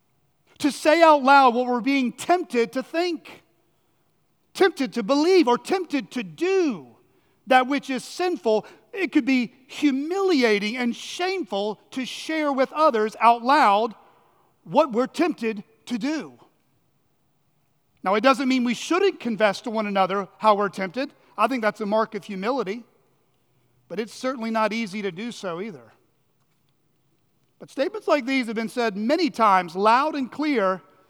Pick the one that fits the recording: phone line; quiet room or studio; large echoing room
large echoing room